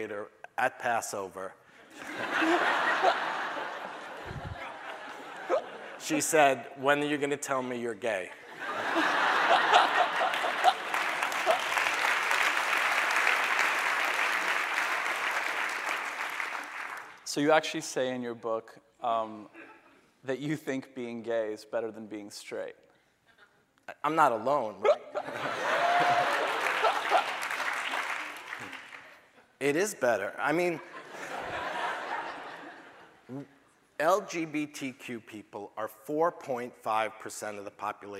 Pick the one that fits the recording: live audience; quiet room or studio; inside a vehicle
live audience